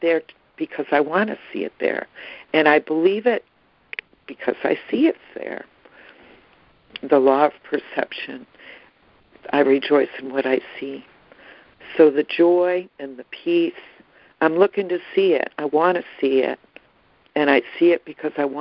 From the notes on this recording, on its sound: ACIM Daily Conference Call